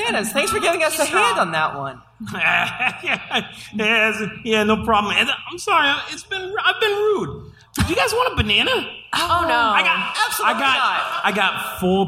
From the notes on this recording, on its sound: GeeklyCon 2017 Liveshow. This episode was recorded live in front of an audience at GeeklyCon 2017!